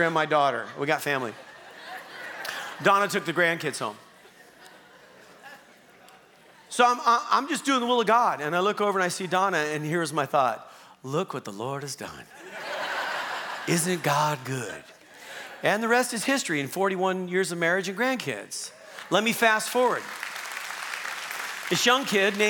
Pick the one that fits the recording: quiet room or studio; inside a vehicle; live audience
live audience